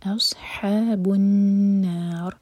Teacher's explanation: نون پر غنہ اور را ساکن پر را ہیوی